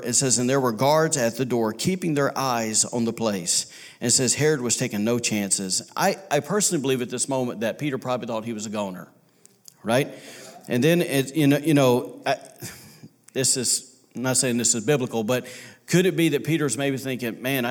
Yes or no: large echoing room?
yes